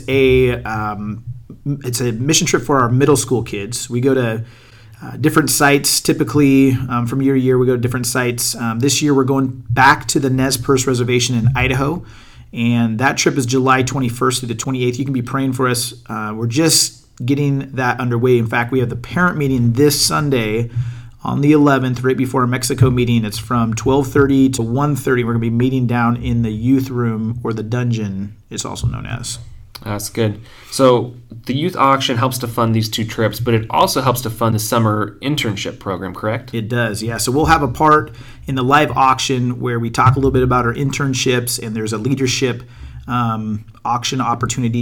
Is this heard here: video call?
no